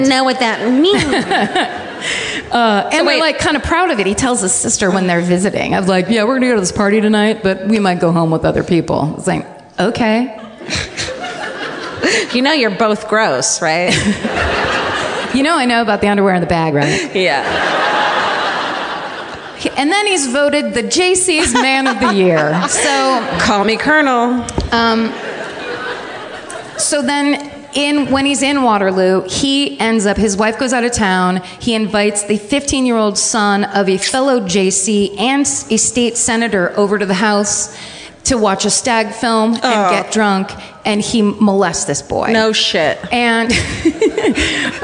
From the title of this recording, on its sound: Live from the Chicago Podcast Festival